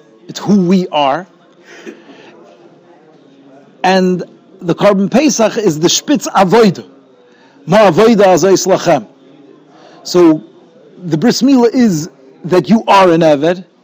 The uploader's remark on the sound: Shiur recorded in Yeshivas Ohr Reuven, Monsey, NY.